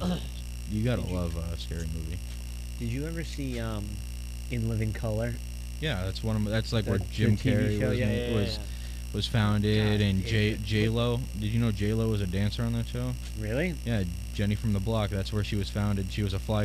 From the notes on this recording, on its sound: Hey sorry guys but I left the AC on and screwed up the Audio